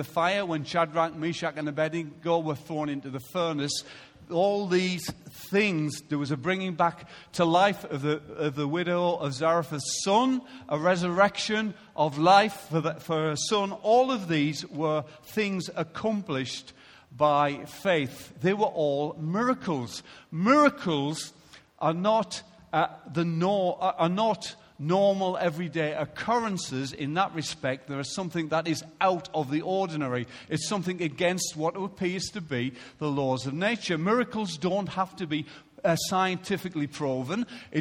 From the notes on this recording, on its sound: Recorded live at Life Church on Sunday 7th February 2016